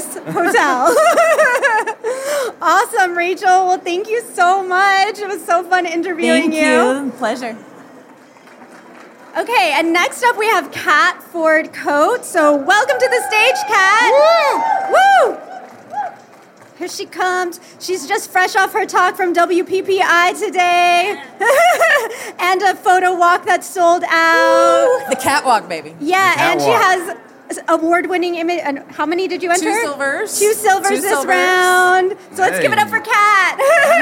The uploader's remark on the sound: Live From WPPI. Welcome to this special live edition of The Portrait System Podcast!